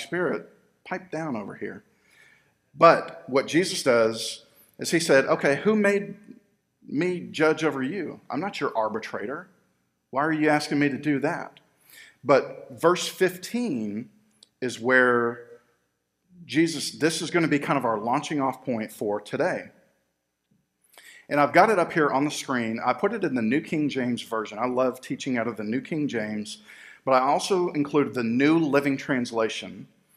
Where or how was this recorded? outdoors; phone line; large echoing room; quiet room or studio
large echoing room